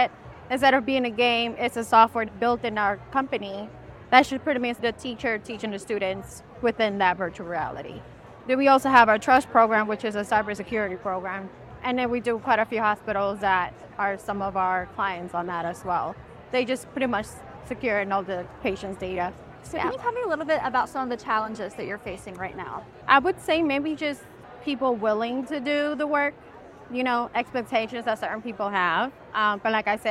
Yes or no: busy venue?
yes